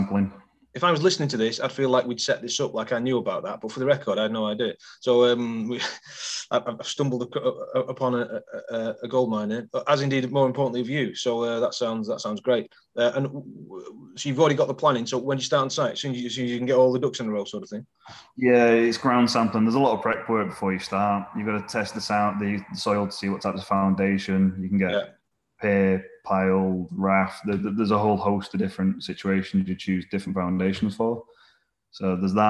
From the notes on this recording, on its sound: This episode was recorded at our Cuppa Coffee online meeting, the most popular property meeting in Manchester!